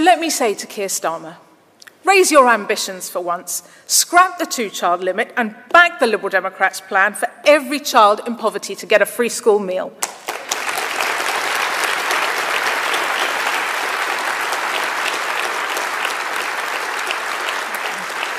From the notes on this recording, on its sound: Speech to Conference. Speech in Bournemouth.